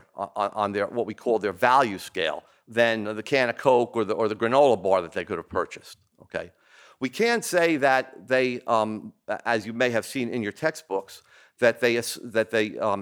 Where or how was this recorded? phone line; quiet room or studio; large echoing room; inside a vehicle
large echoing room